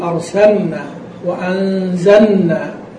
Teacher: بين اللام أظهرها وأظهر سكونها